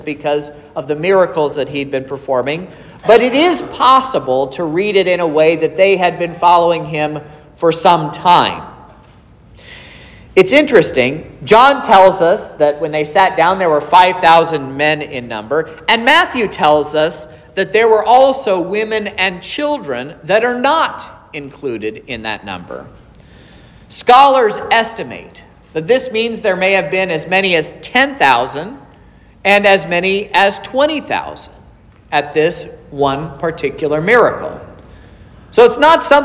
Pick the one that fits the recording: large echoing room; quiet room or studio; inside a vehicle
large echoing room